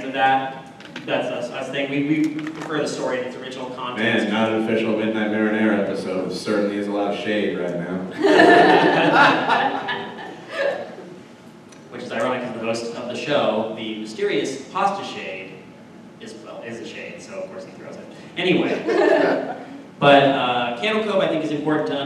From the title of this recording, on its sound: LIVE at Midsummer Scream 2017